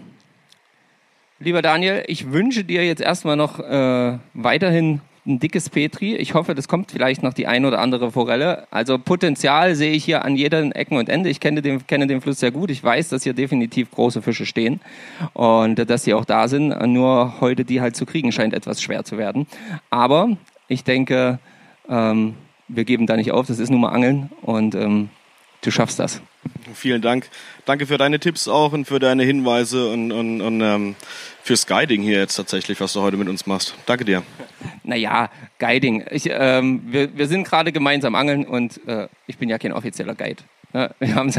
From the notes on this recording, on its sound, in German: Ein Folge mit tollen Live Mitschnitten vom Wasser und Erzählungen von zu Hause am Mikrofon.